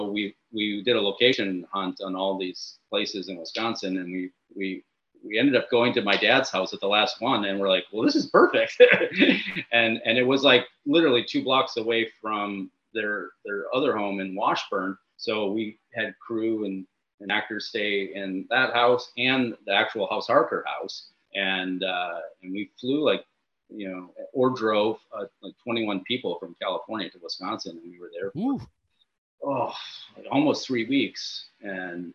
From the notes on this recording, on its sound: in a drastically time-limited zoom call!